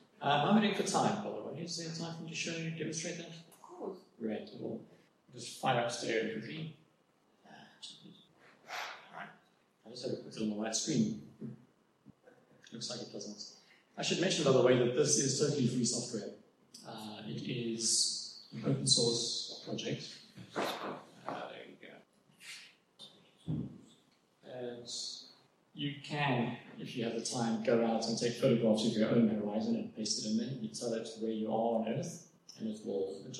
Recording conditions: echo